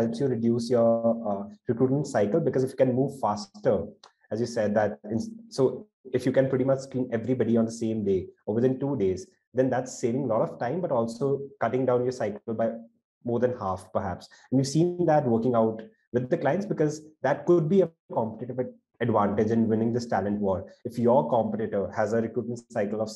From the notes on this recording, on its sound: This is a recording of our webinar of the same name.